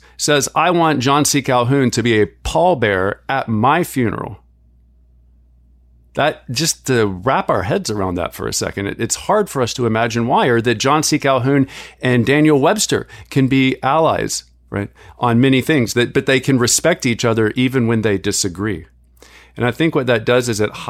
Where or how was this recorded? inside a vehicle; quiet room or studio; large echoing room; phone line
quiet room or studio